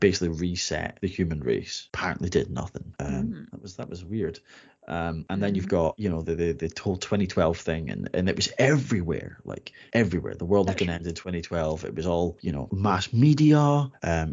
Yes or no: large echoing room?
no